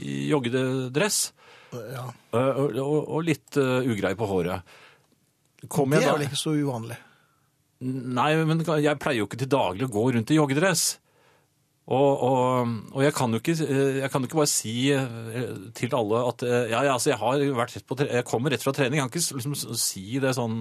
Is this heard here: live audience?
no